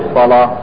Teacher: علاش فخم اللام؟ لأنه مسبوقة حرف إطباق جيد، مفتوحة ومسبوقة بحرف إطباق · Term: نفخم اللام